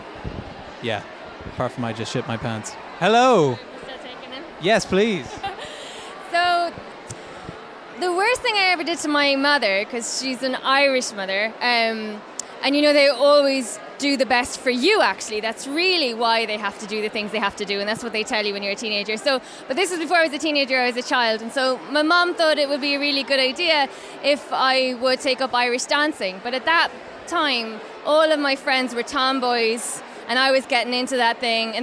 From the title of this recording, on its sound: Live at Yer Only mBan